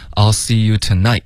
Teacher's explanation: night 结尾要有一个干脆的停顿